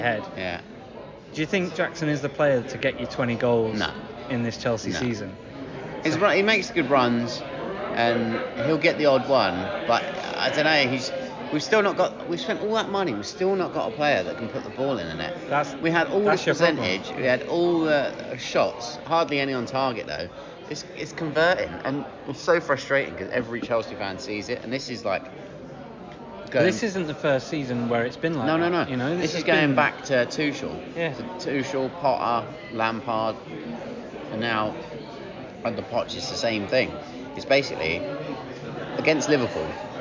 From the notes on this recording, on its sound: Part 1 is in the pub. Part 2 is on Zoom.